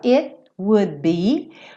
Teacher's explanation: no would eu já tô fechando pro be, então esse D nem aparece